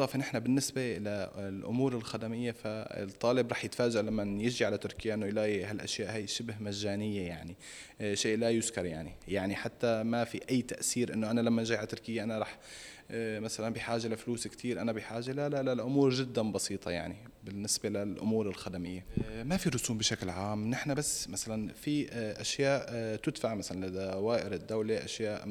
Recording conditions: busy venue